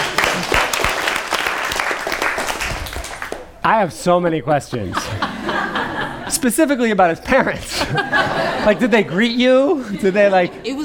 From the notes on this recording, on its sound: Recorded at the touchpoint town hall in NYC. At The Assemblage Nomad.